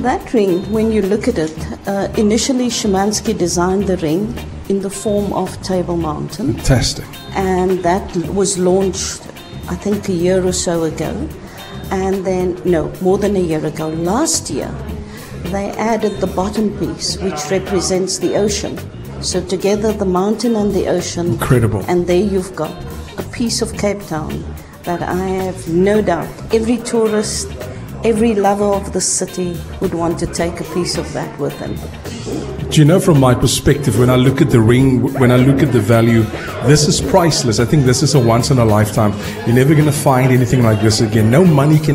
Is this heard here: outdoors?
yes